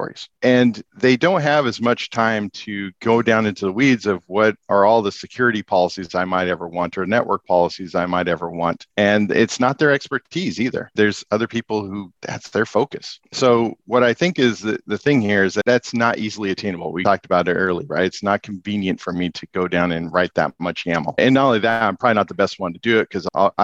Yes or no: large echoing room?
no